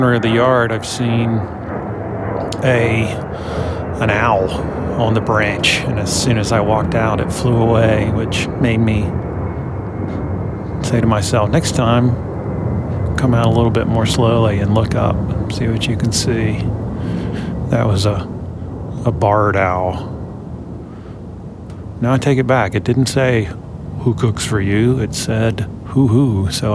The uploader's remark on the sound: As the sun was setting, I made this short recording in my backyard. Short Form Audio Shipped from the Field.